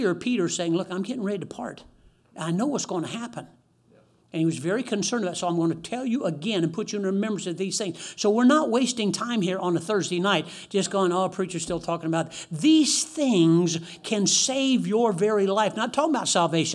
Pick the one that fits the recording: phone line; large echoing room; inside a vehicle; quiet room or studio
large echoing room